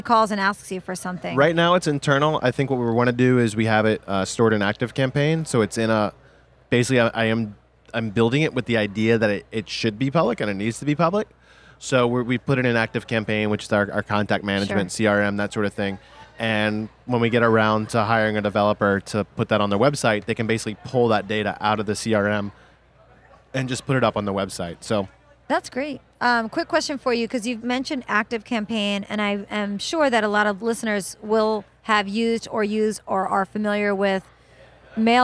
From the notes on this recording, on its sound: recorded at the 2017 Clio Cloud Conference